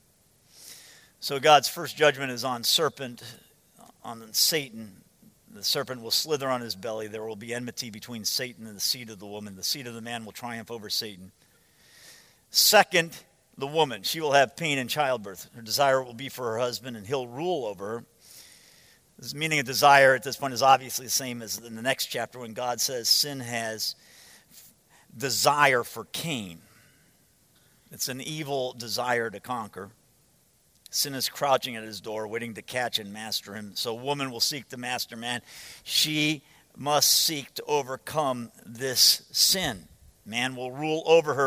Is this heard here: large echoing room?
yes